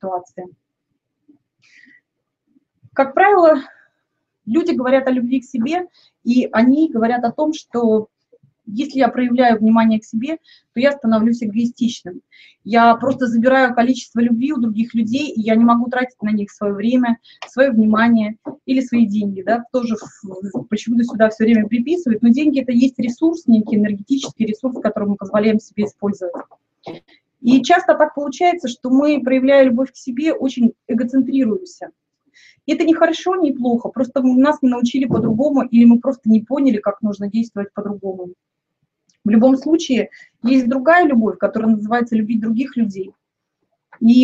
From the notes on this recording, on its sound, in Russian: Запись ТетаБинара от 10 июня